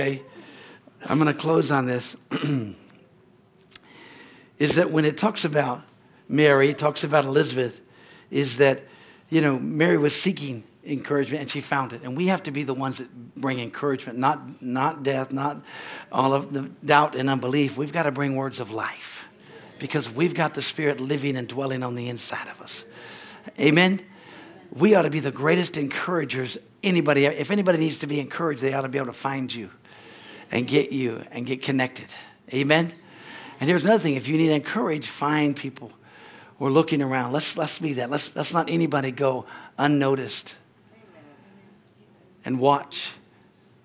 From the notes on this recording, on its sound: from the Sunday service on December 3, 2023 at Harvest Bible Church in Stockton, CA.